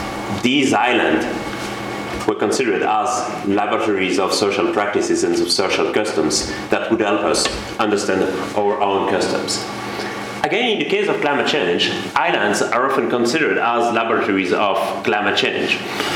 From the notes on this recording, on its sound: Podcast from the Refugee Studies Centre's Public Seminar Series. This podcast was recorded on Wednesday 1 February 2012 at the Oxford Department of International Development, University of Oxford.